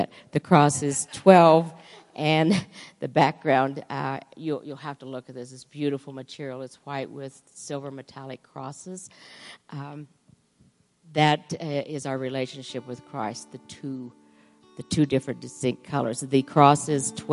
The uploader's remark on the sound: Woodland Life Church Live